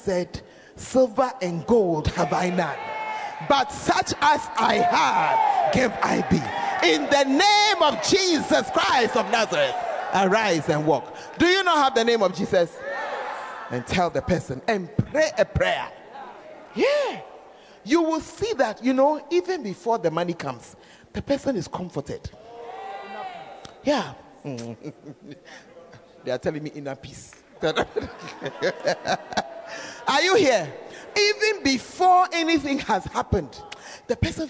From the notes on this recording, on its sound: Preached At Servants Armed And Trained Campaign Camp